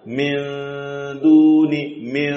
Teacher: Ketika min, lidah sudah mendekat kepada huruf dal dan belum mengetuk makhrajnya, maka posisi lidah itu akan terbuka sedikit. Antara lidah dan gusi-gusi itu akan memberikan celah.